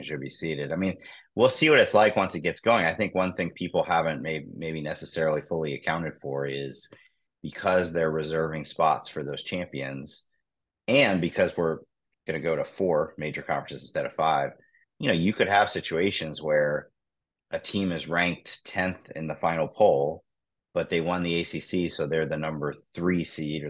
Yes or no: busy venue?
no